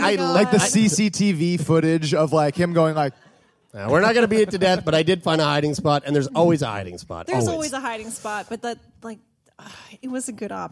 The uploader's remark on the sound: in front of a live audience at the Rio Theatre in Vancouver!